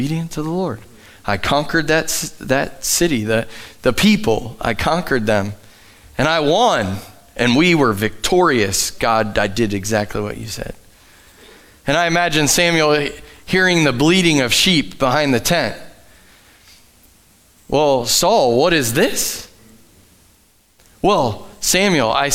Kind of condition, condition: setting, large echoing room